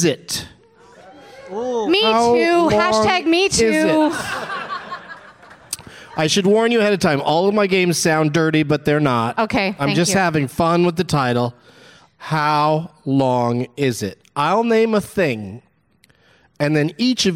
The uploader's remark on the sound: Live from the Just For Laughs Fest in Montreal